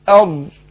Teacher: لان لام شمسية اضغمت اللام في الراء